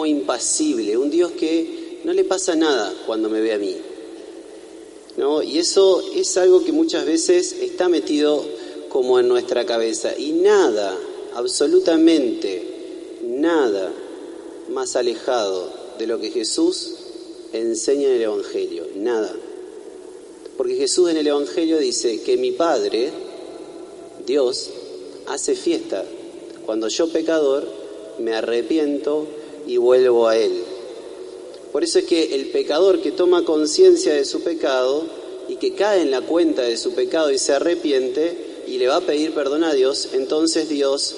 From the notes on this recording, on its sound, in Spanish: En vivo la celebración de la Novena que se realiza en honor a Nuestra Señora del Rosario, Fundadora y Patrona de Paraná y de toda la Arquidiócesis. El novenario se reza en la Iglesia Catedral. Será trasmitida en vivo por Radio Corazón.